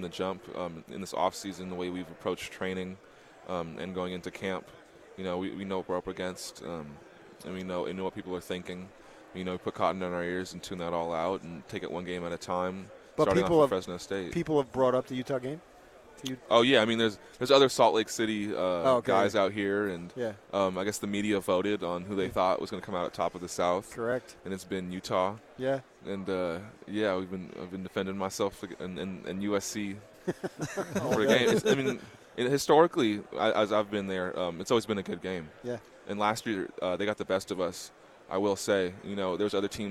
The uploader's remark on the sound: Live from Pac-12 Media Day.